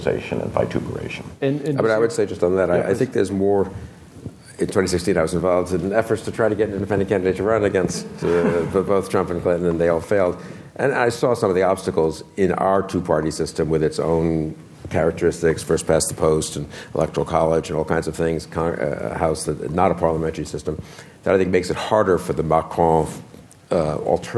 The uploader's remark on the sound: in front of a live audience